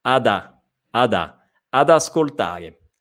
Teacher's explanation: non è adi, ma è ad. Unito alla A